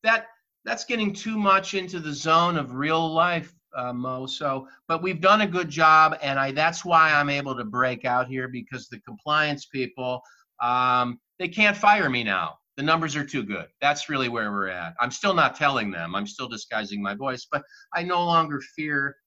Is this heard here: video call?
yes